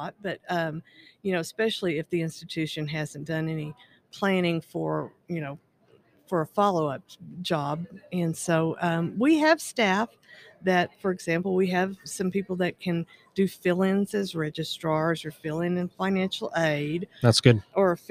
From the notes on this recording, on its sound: Live from Ellucian Live 2022. Recorded LIVE & in-person at the Ellucian LIVE Conference 2022.